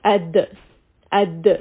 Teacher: You don't hear that sound at all. So we're going to add in the qalqala to give it that bounce.